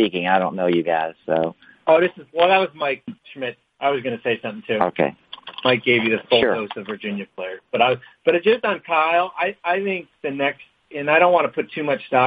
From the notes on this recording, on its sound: NBA Draft Combine Conference Call